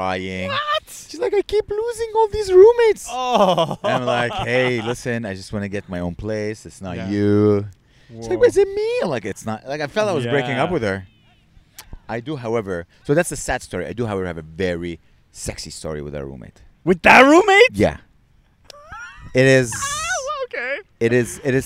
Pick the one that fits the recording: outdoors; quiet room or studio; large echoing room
outdoors